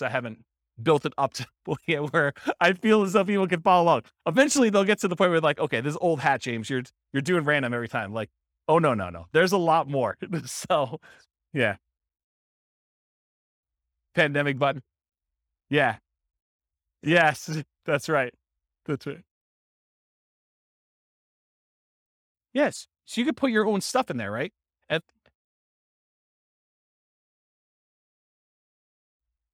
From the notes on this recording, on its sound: This was a live class recorded.